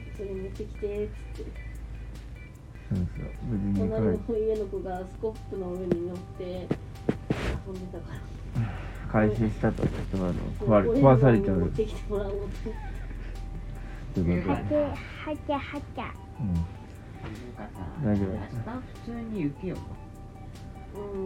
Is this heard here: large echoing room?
no